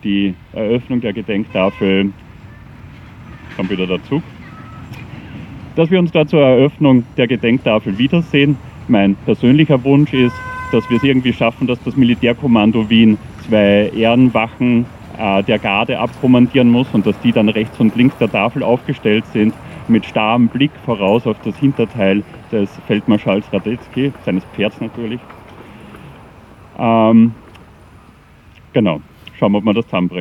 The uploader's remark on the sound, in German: Gedenkveranstaltung für die Opfer der NS-Militärjustiz am 26. Oktober 2022 im Donaupark in Wien-Kagran